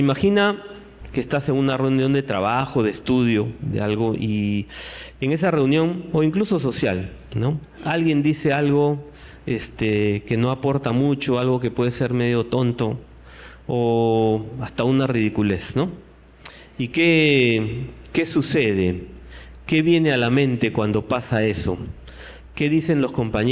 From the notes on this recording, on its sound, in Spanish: Este podcast es la retransmisión de la reunión de iCafe de cada domingo